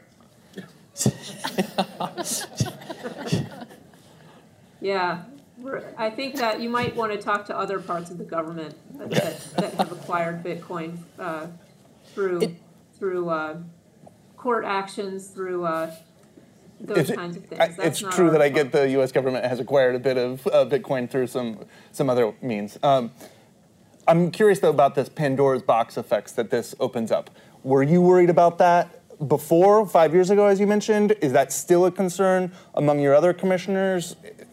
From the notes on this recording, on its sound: In front of an audience at Bloomberg’s 8th Annual ETFs in Depth conference.